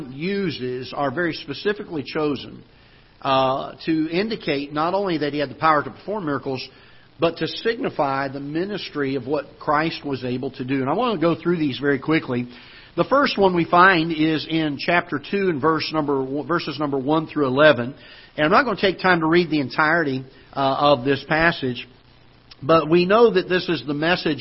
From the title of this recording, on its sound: Ketha Heights Baptist Church ~ Live Broadcast